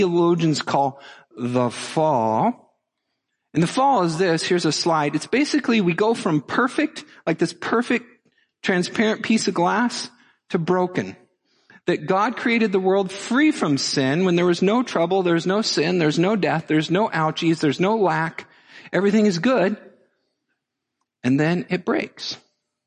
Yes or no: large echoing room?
yes